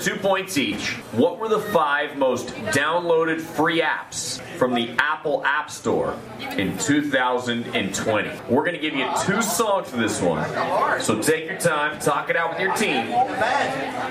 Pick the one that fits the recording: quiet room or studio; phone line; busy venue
busy venue